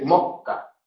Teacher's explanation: Se dice mocca, donde el espacio que ocupaba la S en posición implosiva se ve ocupada por un alargamiento de la consonante siguiente. Las consonantes alargadas o largas se llaman geminadas también.